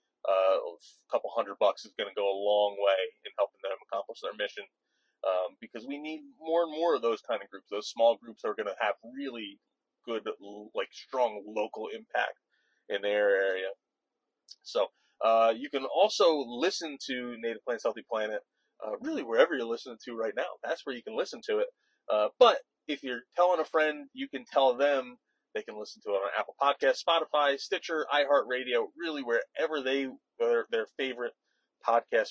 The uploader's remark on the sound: record their thoughts on their drive home from Delaware